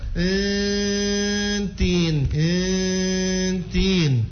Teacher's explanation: Lidah dengan gusi. Maka lidah itu mau mendekat, dekat-dekat ke gusi, tapi belum menyentuh gusi. · Term: ikhfa